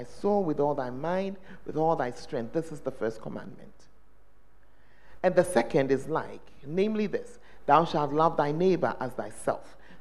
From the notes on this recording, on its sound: The Fountain of Life Cathedral during The Presence Service